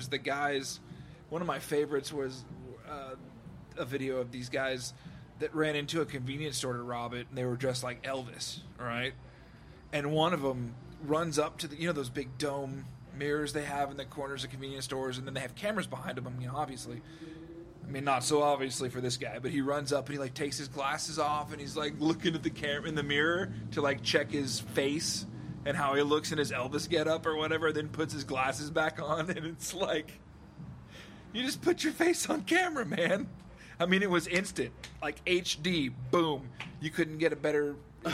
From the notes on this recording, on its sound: Take the conversation outside! Patio Talk.